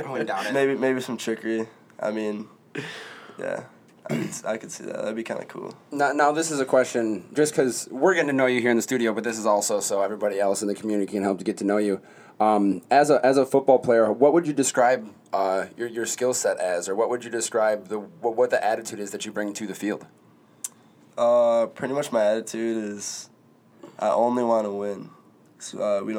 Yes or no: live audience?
no